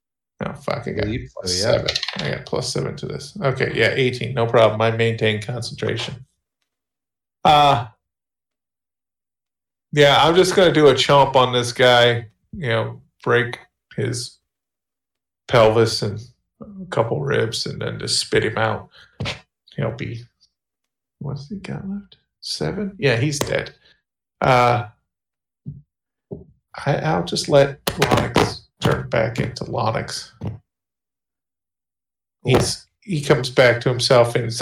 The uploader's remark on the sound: There was an audio issue that required some creative splicing to make things work. There's maybe grand total 3 minutes or less of missing audio but it's not enough that you won't know what's going on.